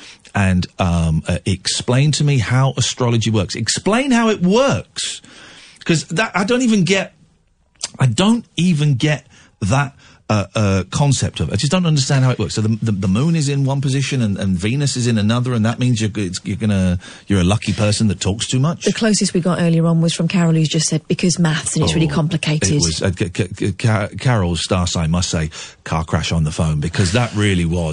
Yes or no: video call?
no